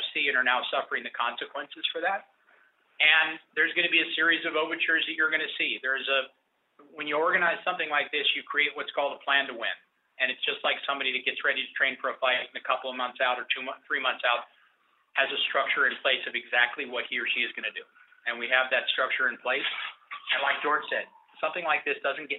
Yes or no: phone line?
yes